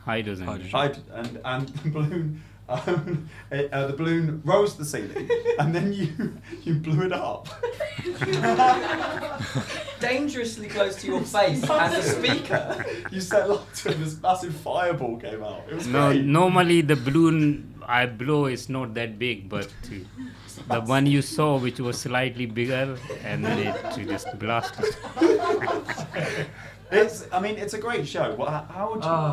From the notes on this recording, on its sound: This episode was recorded at 52 Canoes, Edinburgh on 14th August 2017 as part of PBH's Free Fringe.